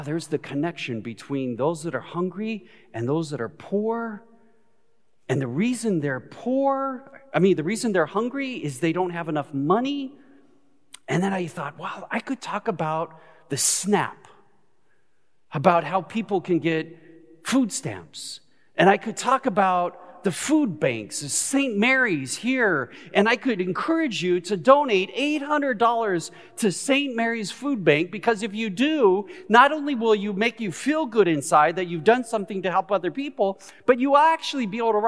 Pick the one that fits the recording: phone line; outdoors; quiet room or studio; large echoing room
large echoing room